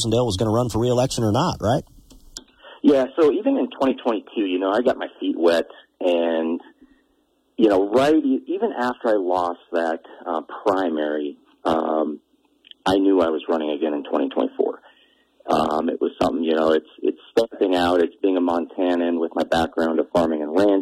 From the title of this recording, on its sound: Open Phone Lines